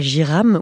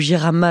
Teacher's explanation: on ne prononce pas les voyelles finales en malgache · Shown in: first take